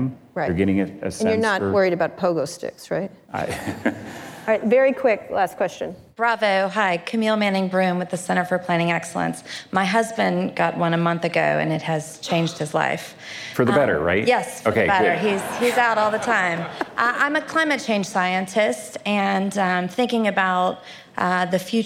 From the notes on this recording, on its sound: Live onstage at the 2019 Code Conference.